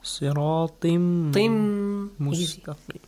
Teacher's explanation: Tanween kasra is changed to a kasra. Tin changes to ti. · Term: idgham